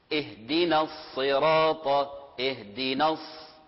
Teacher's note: لاحظوا الصاد تفخيم، وليس فيها إشمام. نعم، أحيانا يقال الشفتين تساعد، يعني تساعد في التفخيم، لكن ليس بطريقة مبالغة وفيها إشمام.